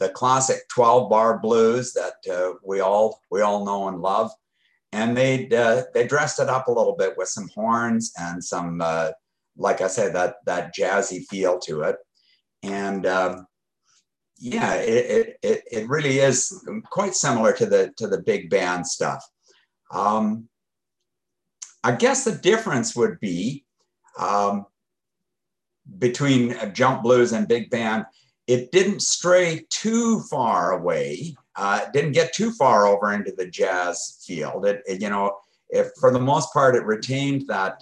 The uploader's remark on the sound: Original Zoom Audio. That was taken from Zoom Audio, as this was a Zoom Interview. This is the unedited, uncut version of the interview.